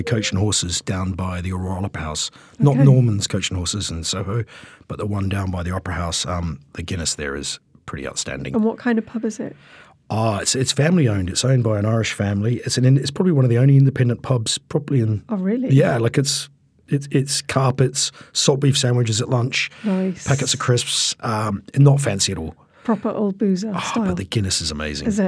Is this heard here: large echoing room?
no